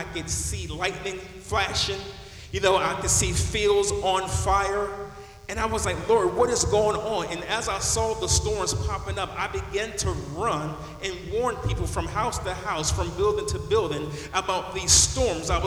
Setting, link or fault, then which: setting, busy venue